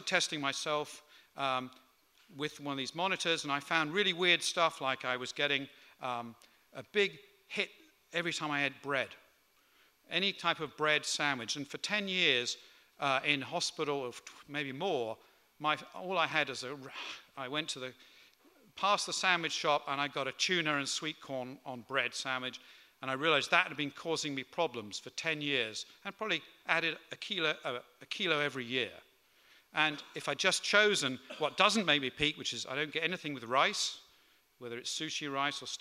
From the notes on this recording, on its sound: Recorded on 19th November 2018 at The Tabernacle at the 5x15 health special.